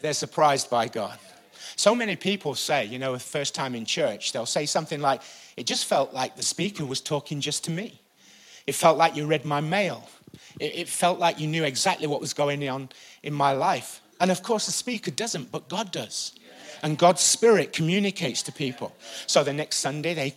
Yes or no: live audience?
yes